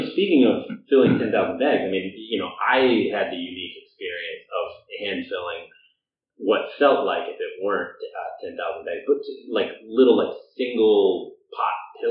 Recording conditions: poor sound quality